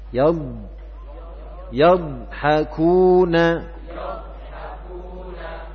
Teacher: Makhrajnya huruf dhad bukan di ujung lidah tetapi di tepi lidah · sifat istitalah. Jadi mengalirkan suaranya memanjang. Itu yang perlu ditekankan dari huruf dhad.